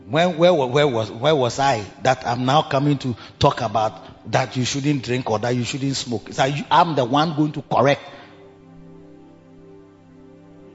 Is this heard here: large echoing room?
yes